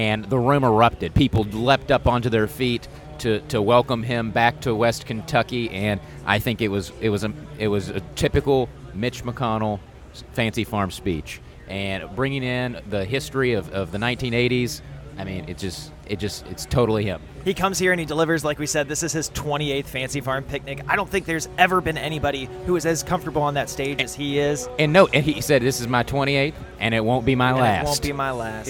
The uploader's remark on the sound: The Flyover Country crew headed down to the Fancy Farm picnic this weekend to bring you a LIVE reaction podcast following the speeches.